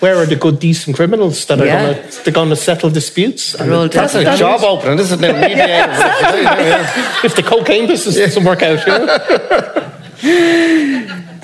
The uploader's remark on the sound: Crime World Live. Before a live audience.